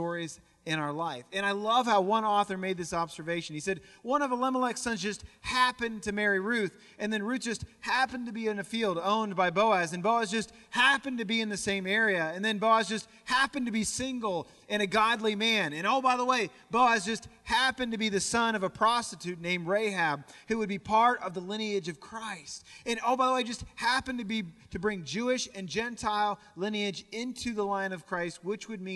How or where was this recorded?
large echoing room